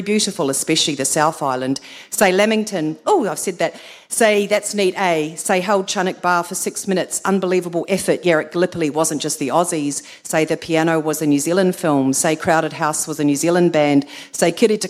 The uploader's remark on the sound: captured during their performance at Featherston Booktown Karukatea Festival in May this year